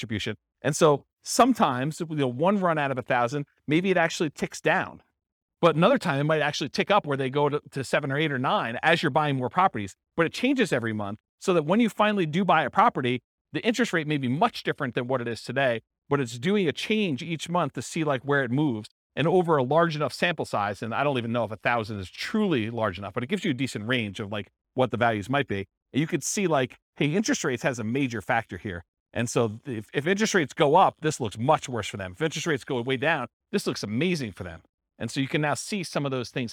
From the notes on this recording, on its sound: This was a live class recorded